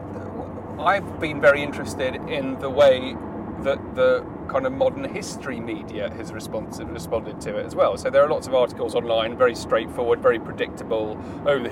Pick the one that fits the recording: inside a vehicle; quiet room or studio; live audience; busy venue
inside a vehicle